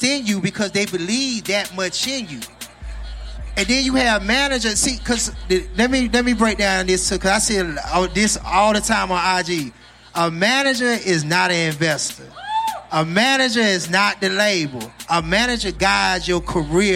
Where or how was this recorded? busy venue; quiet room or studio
busy venue